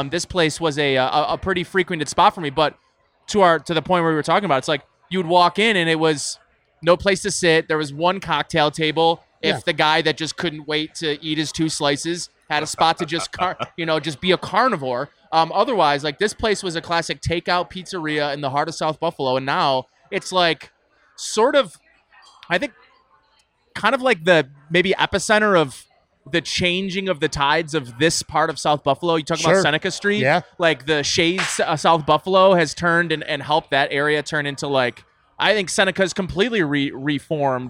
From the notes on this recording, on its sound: a podcast taped at Imperial Pizza on Abbott Road in South Buffalo